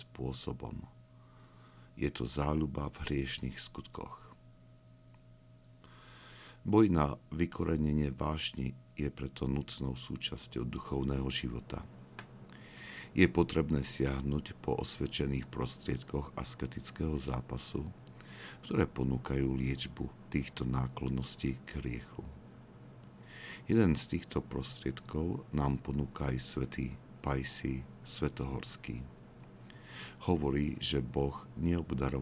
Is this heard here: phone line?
no